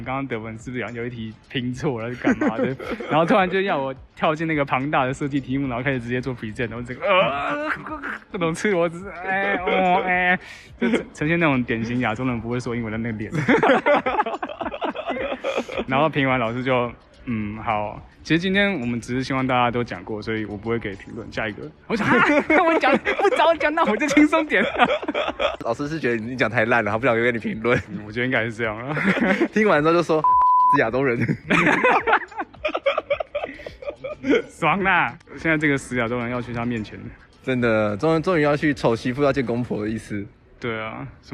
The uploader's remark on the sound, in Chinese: 桃園國際機場第一航廈 用Iphone錄音的友誼紀錄